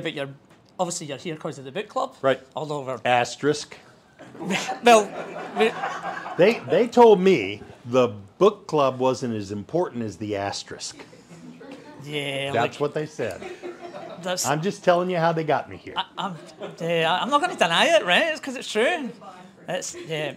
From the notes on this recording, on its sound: Live at the Brisbane Safety Differently Bookclub. This is the live recording of that session at the Brisbane Safety Differently book club.